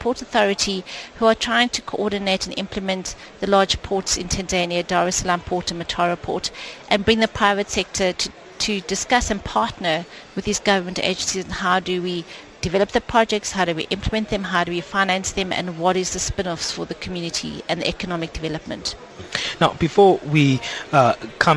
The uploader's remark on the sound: We continue our live broadcasting at the Second Annual Public-Private Dialogue Forum On Infrastructure Projects to be held in Rosebank, Johannesburg South Africa